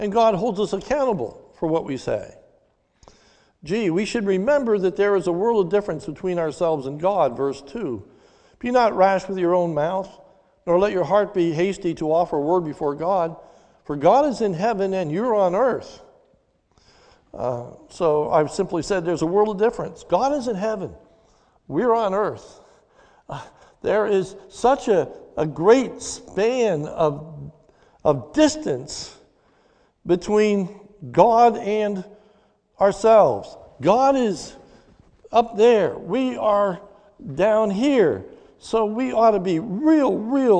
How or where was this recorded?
large echoing room